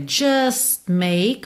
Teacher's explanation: você nem ouve o T de just, porque você já está fechando os lábios para make